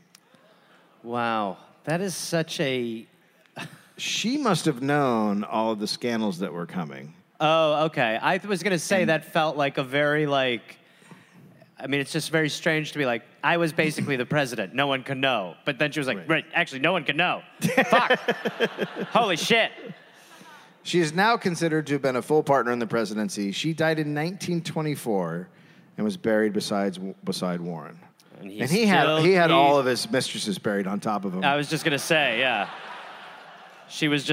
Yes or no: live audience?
yes